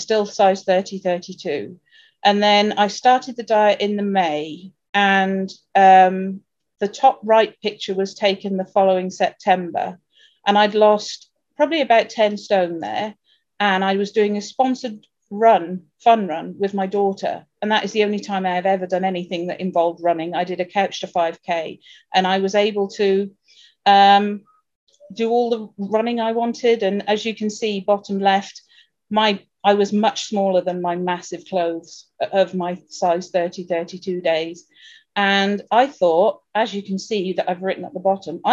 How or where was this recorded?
video call